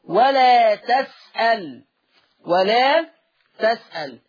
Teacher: ورش يقرأ بفتح التاء وتسكين اللام ولا تسأل ولا تسأل، يفتح التاء ويسكن اللام.